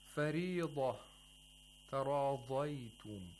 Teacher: They are lāds, and you have to pronounce it with istitāla. We have to have a lengthening of the sound of lād from the very back of the tongue to the tip of the tongue.